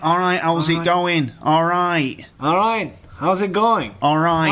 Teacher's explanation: So the T in all right is not pronounced at all.